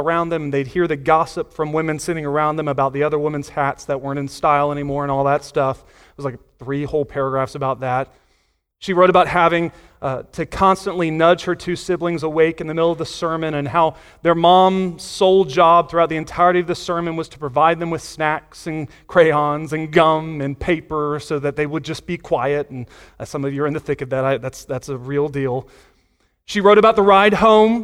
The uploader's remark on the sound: Sunday Morning Sermon Audio